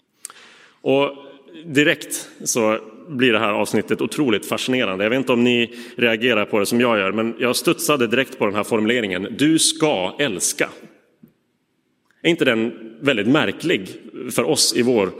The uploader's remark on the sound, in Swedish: Inspelad i Roseniuskyrkan.